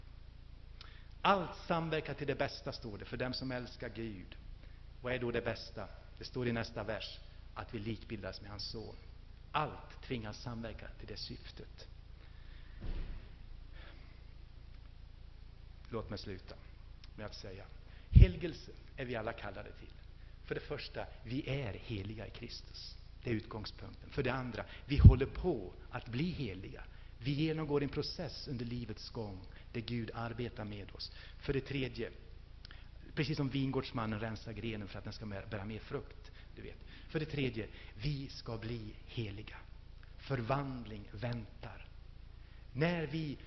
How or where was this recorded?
large echoing room